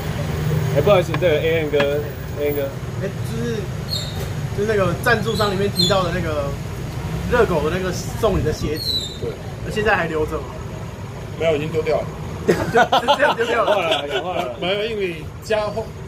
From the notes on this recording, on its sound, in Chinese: 錄音地點：台南 牽咖啡